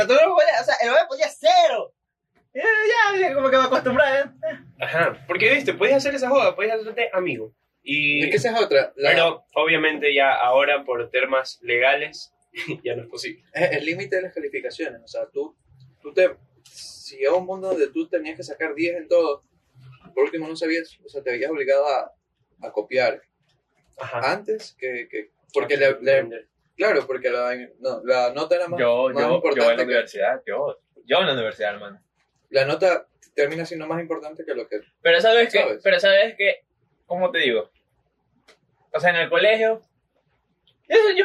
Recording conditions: poor sound quality